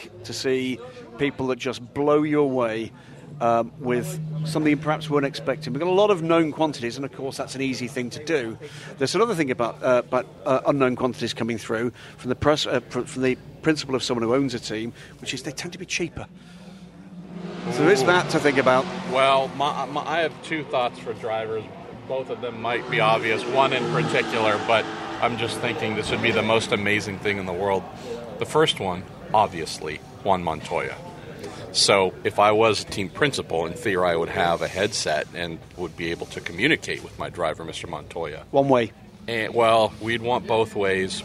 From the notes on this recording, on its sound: recorded at Sebring